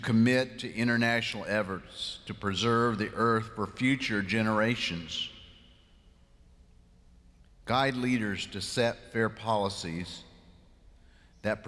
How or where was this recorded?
large echoing room